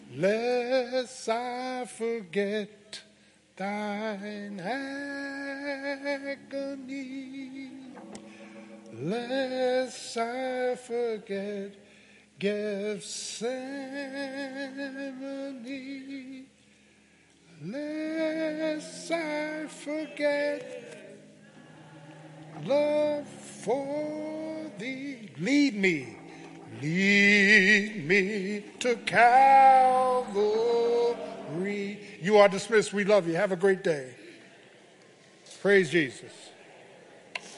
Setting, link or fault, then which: setting, large echoing room